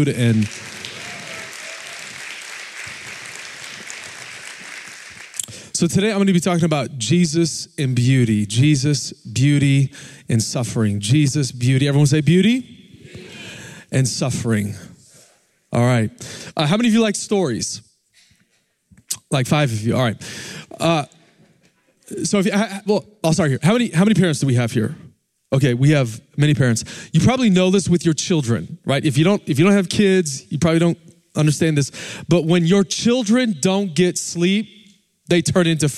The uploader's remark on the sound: Recorded Live at Capital Church in Meridian, Idaho